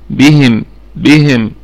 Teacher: والميم في الدرجة الرابعة من درجات الغنة، وهي مظهرة، وهي مظهرة يعني من أحكام الميم الساكنة، حكمها الإظهار.